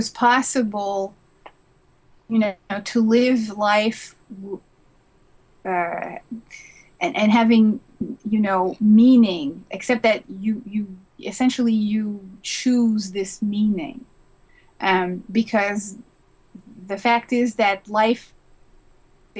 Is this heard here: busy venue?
no